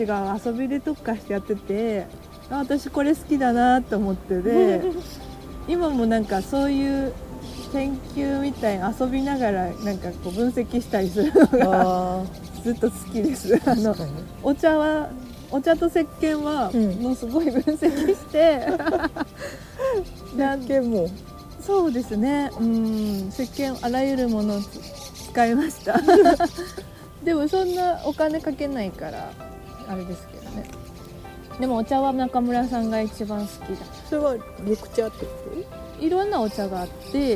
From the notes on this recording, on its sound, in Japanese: ピクニック収録、鳥も参加。課外活動でサンドイッチ食べながらピクニックして収録しました。